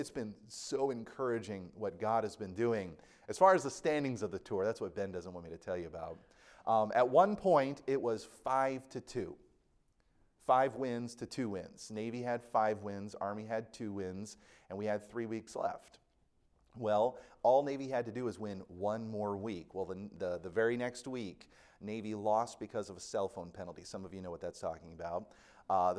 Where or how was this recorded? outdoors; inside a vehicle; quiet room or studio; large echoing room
large echoing room